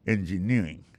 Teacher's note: Engineering, ça, l'accent tombé le même sur avant dernière syllabe là